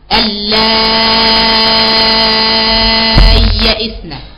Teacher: كلمة اللائي فيها قراءة أصلا، كلمة اللائي فيها قراءة، قرأها أبو عمرو البصري بإبدال لوجهين فيها، لوجهين فيها، إبدال الهمزة ياء ساكنة مع المد المشبع